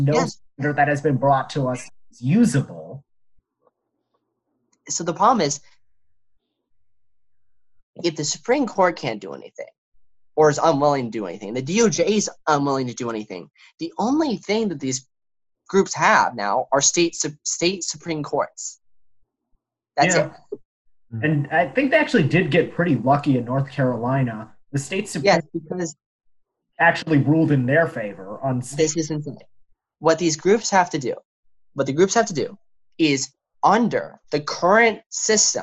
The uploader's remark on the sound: This is the first time we recorded a show via Zoom and we apologize for any quality issues with the audio, we are working them out.